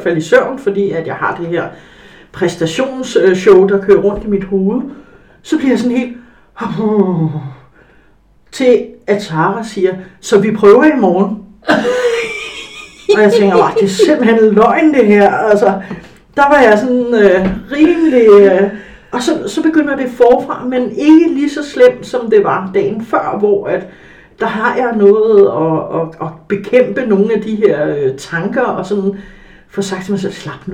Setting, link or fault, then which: fault, poor sound quality